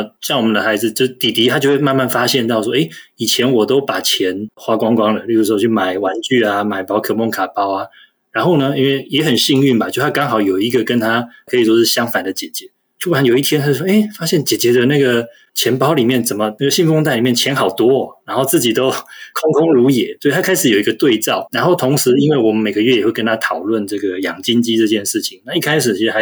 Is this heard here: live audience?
no